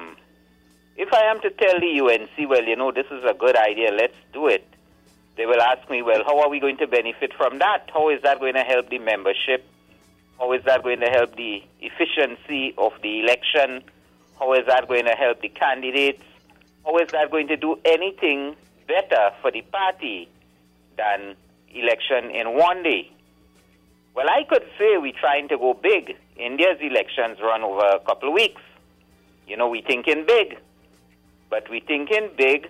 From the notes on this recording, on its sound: we take more calls from the audience